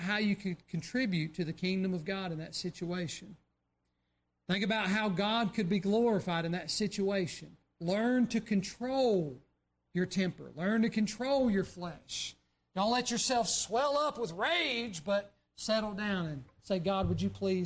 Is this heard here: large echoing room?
yes